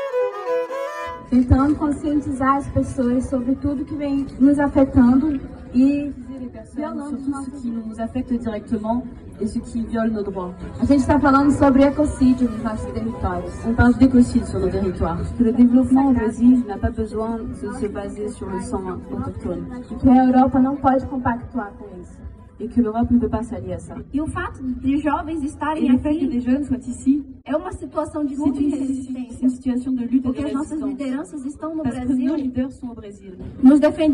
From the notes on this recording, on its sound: Sounds extracted from her intervention at an event organised by the organisation Espírito Mundo on October 25th in Brussels.